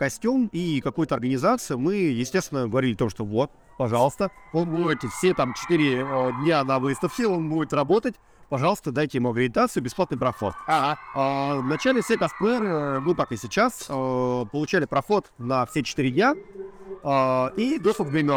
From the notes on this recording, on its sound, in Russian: Полевой выпуск подкаста записанный на Bubble Comics Con 2021 в декабре и только сейчас добравшийся до вас.